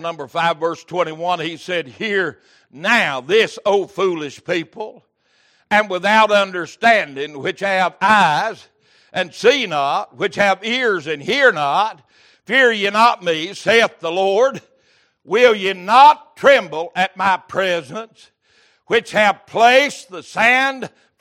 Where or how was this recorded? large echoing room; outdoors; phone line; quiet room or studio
large echoing room